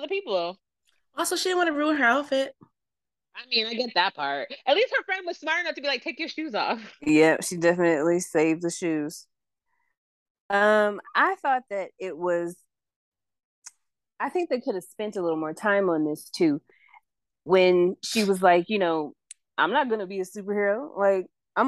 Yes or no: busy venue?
no